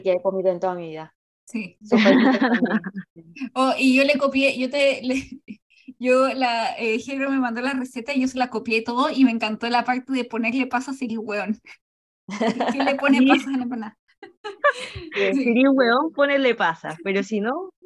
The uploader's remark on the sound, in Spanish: Lamentamos el audio pero tuvimos que grabar con Zoom en vez de lo que usualmente usamos!